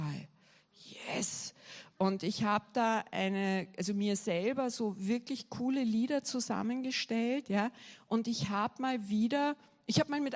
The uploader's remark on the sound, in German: Gottesdienst live aus der LIFE Church Wien.